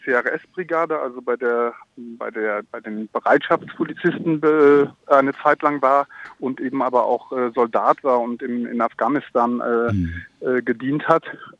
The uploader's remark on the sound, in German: Hört am Telefon einen Menschen.